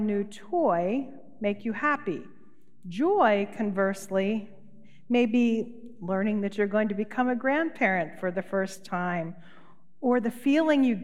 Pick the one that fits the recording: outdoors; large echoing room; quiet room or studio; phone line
large echoing room